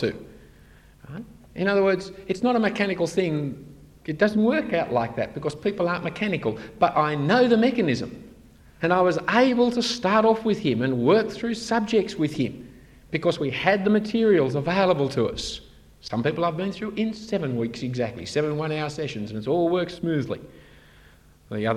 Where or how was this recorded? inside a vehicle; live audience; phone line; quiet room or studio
live audience